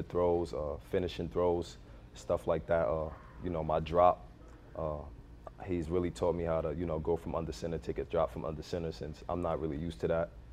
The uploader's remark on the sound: Inside MLFB continues its coverage live and on the ground from MLFB training camp.